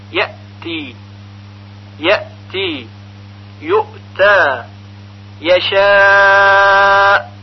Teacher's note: و اگر در نوارهای قرائت قرآن که توسط قراء مشهور عرب خونده شده توجه کنیم، ببینیم که اونها هم برای همزه ساکن قلقله نمی آورن، ولی اون رو با شدت تلفظ می کنن